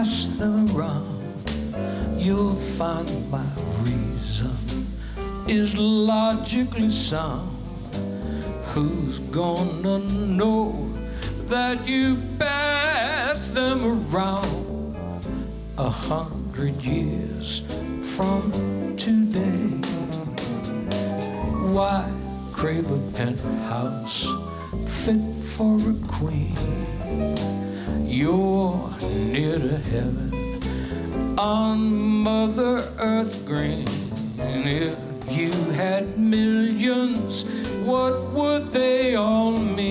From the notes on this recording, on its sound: Live at the South Point Casino